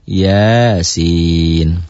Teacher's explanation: Maka panjangnya ya-nya satu alif, sin-nya tiga alif. Satu alif sama dengan dua harokat.